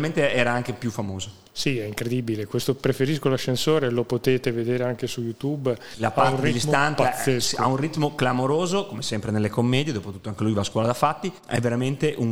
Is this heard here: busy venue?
yes